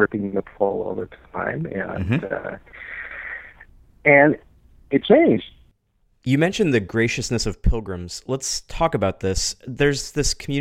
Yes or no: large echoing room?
no